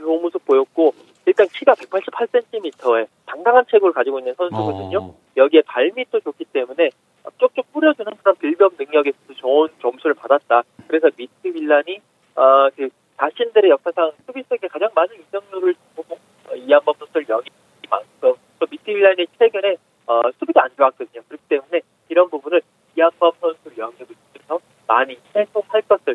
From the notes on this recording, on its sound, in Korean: 전화연결